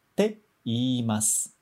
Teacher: Então tem o E, I, mas a gente não vai prolongar a vogal E, ok? A gente vai separar te e mas, ok?